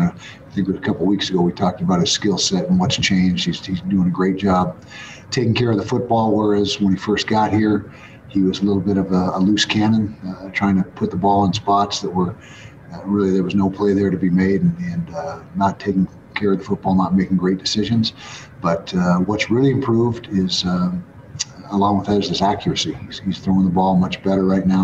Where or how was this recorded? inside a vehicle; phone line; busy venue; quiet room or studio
busy venue